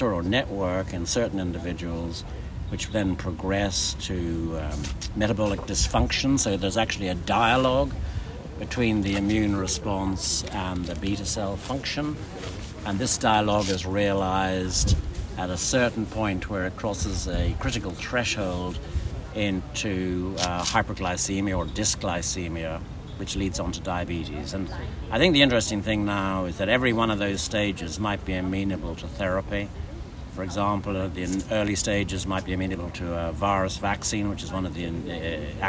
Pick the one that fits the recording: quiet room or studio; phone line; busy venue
busy venue